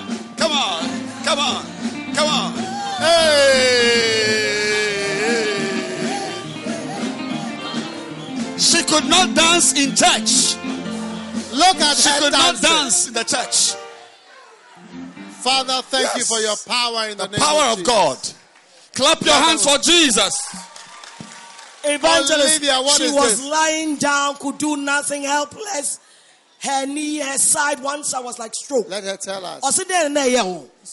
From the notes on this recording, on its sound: Preached at a Healing Jesus Campaign in Drobo, Ghana